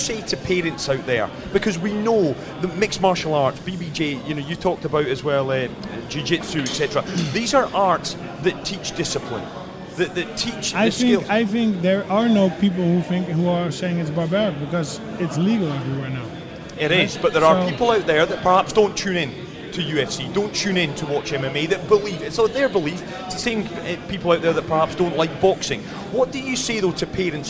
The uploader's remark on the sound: New season, new location! Live at Kickers Sports Bar.